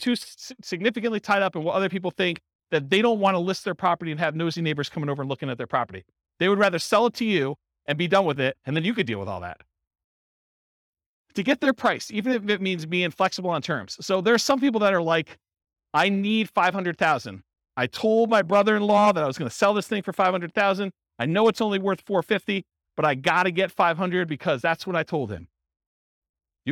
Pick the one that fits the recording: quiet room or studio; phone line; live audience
live audience